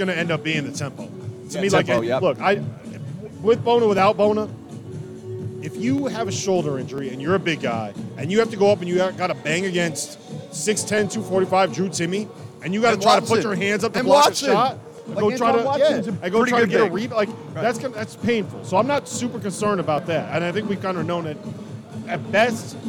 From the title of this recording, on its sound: live from Stadium Swim in Las Vegas